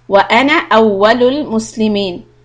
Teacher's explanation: Wa bidhalika umirtu wa ana awwalul muslimin. So the word ana, when you're going to connect to the next word and you're not pausing, we are going to make it short.